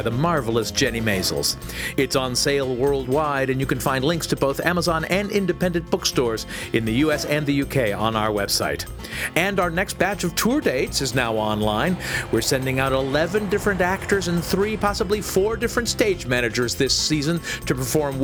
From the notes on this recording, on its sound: Recorded live in Pippin’s Tavern in Chicago.